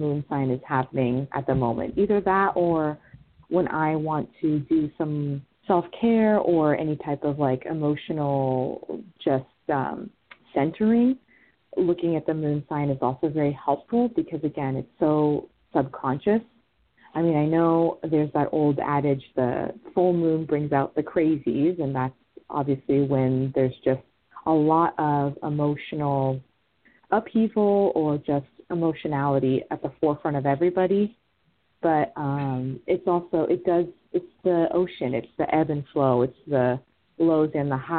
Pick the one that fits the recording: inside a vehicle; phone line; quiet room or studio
phone line